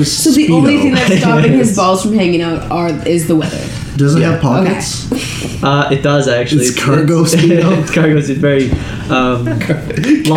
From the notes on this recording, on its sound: The audio is a little messed up.